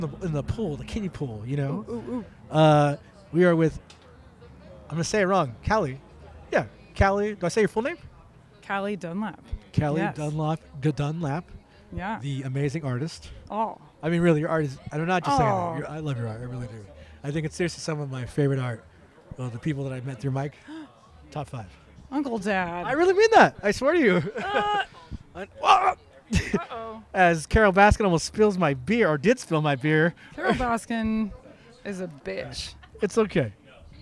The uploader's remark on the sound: Live at UD’s Halloween bash 2023